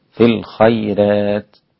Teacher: هنا ترقيق الراء للإمام ورش في الخيرات هكذا لوجود الياء المادية قبلها في الخيرات، تمام، أو ياء اللين معذرة، في الخيرات.